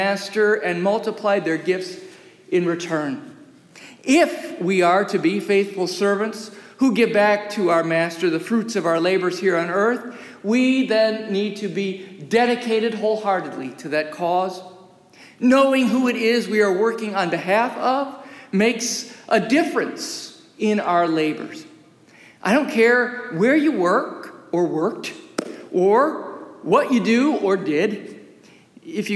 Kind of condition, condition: setting, large echoing room